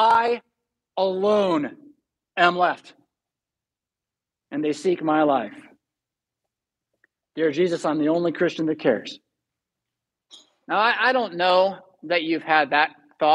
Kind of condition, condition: setting, large echoing room